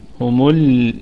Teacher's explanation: طيب قلنا نقف عليها بالسكون وجه واحد، ونراعي صفة البينية حال الوقف، وغنة الميم وقفا ستكون في الدرجة الرابعة، وصلا في الدرجة الخامسة أقل درجات الغنة. نراعي كمان التخلص من الضمة سريعا حتى نذهب إلى اللام الساكنة ونستفل باللسان، فلا نقول همل فتظل يظل اللسان مرتفع قليلا فيصير في تفخيم في اللام، لا، تستفل سريعا على اللام فتقول همل هكذا.